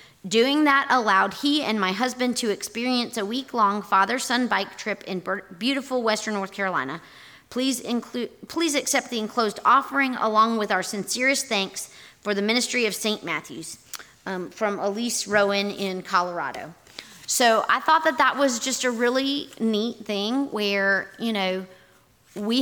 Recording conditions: large echoing room